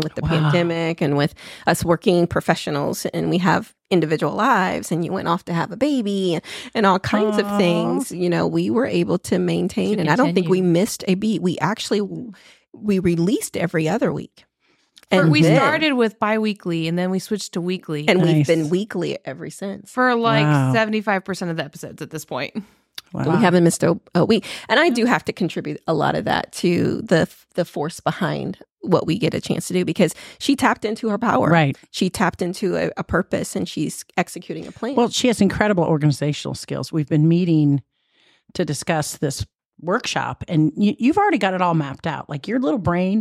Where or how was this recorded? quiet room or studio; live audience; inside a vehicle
quiet room or studio